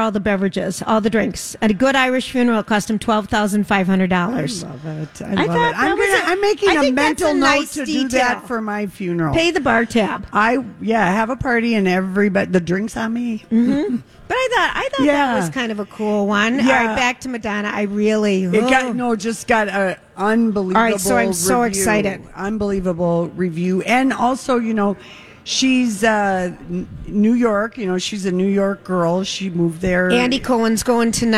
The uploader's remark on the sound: Live from Hammernicks flooring solutions for their final 2023 Santa Stop